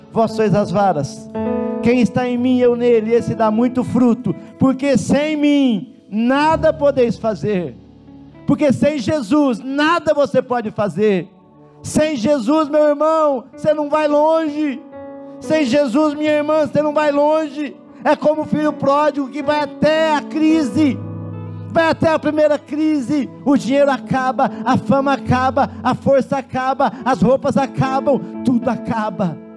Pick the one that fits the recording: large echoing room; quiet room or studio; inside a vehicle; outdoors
large echoing room